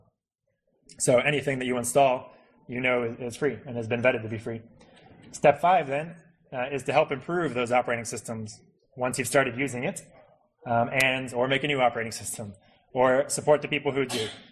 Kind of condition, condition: setting, live audience